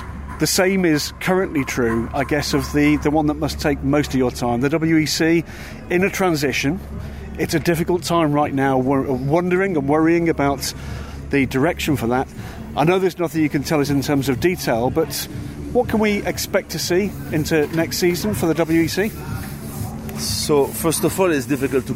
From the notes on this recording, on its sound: Inside The Sports Car Paddock. From the paddock of the ELMS season opener.